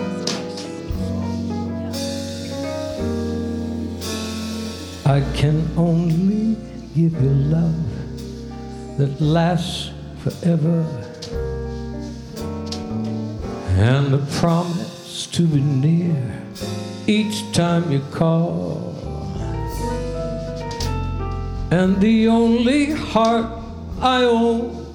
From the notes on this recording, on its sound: Live at the South Point Casino.